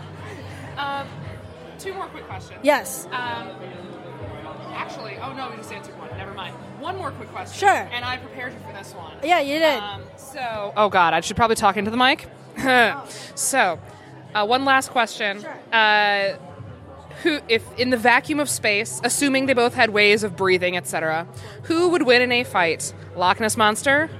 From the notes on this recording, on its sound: Live on the Con floor at All Star Comic Con in Tyson’s Corner, VA.